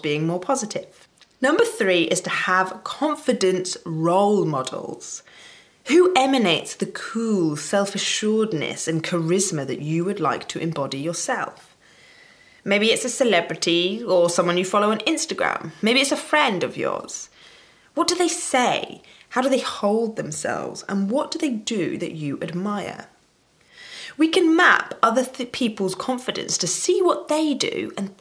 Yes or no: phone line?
no